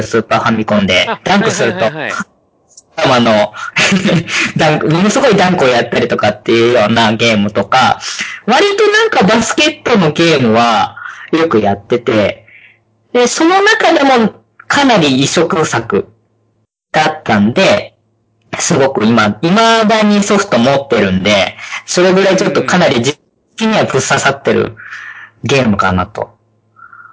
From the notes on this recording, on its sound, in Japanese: 今回は、回線の都合上、かなり音質が悪いですが、予めご了承ください。